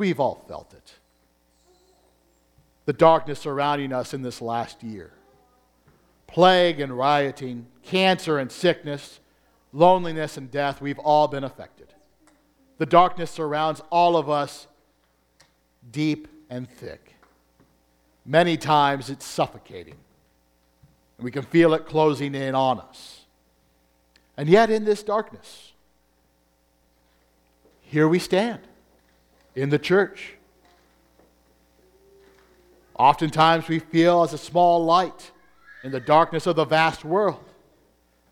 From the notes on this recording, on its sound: Combined Service with First English Lutheran. As the recording is entirely from the the Christmas Day service, it does not follow the Bulletin exactly.